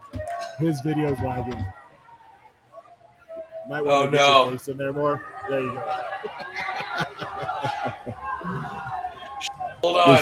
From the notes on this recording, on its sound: Live from #crownmountain